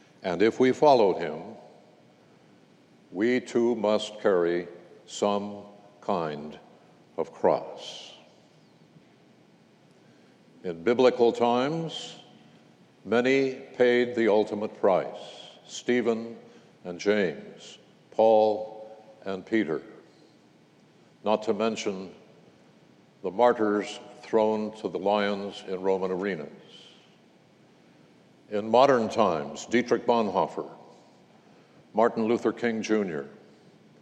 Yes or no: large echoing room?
yes